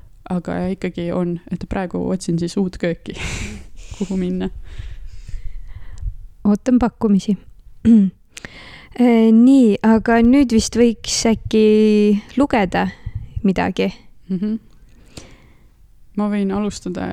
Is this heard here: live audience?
no